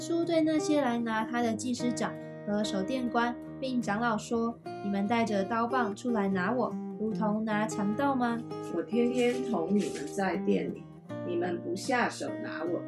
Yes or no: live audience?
no